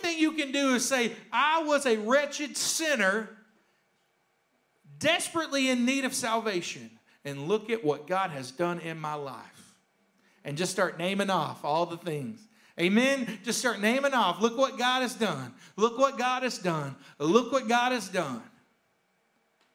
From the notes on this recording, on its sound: a rebroadcast of the message from our service on January 31st